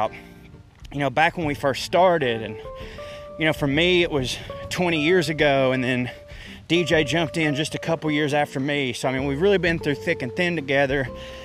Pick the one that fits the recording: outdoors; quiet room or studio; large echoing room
outdoors